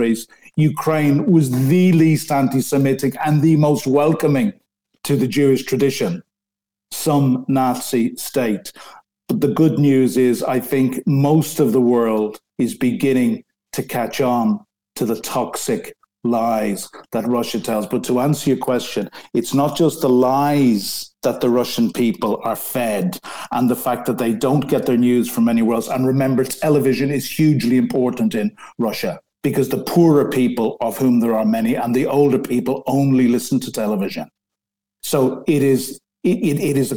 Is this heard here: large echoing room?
no